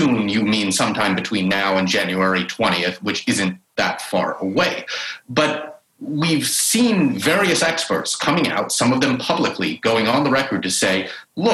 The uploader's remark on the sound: In this bonus episode of The New Abnormal , which happened LIVE on Zoom.